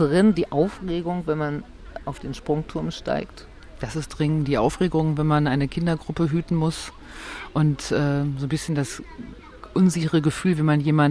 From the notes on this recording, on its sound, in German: Als Ort unseres Podcasts haben wir uns diesmal das schöne Sommerbad Wuhlheide ausgesucht - und es sogar geschafft, VOR der Aufnahme schwimmen zu gehen: Im trotz Sanierung immer noch herrlich hellblau gekachelten 25-Meter-Becken.